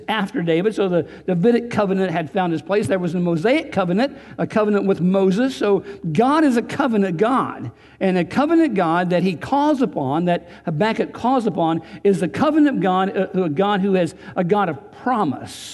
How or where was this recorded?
large echoing room